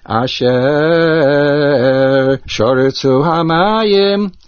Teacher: Notice when I laid Asher with the Talisha Ketana, I did not make a pause, because the Talisha Ketana is a mechaber, a connector, so it goes together.